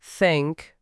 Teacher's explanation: think هست یه صدای بی صداست. نوک زبون بین دندونهای جلو و هوا رد میشه